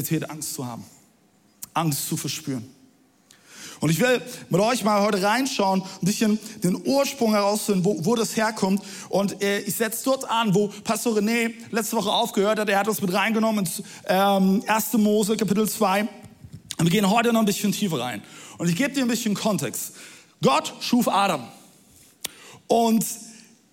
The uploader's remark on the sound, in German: Audiomitschnitt der Predigt